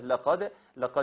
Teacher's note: هنا ناخد بالنا من قلقلة الدال